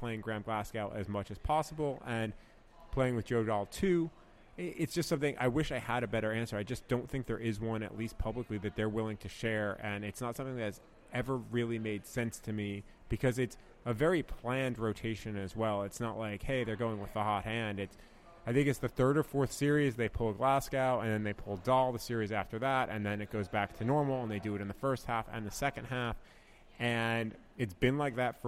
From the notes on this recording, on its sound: Live from Regents Field in Ann Arbor, Michigan.